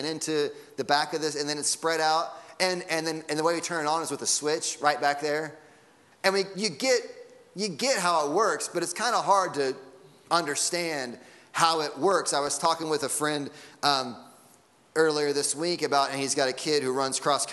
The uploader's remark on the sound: Sunday Morning Sermon Audio.